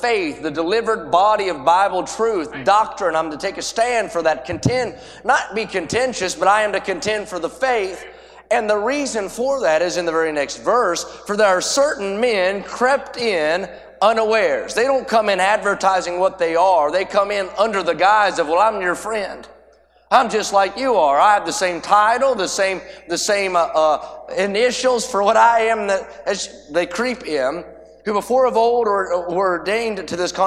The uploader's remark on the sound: A sermon preached Thursday Afternoon during our Spring Jubilee, on March 30, 2023.